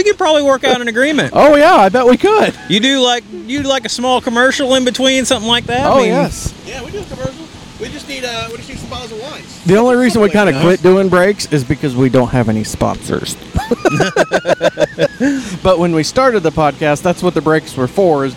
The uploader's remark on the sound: Live from the AFPD BBQ Fundraiser. We were live at a BBQ Competition.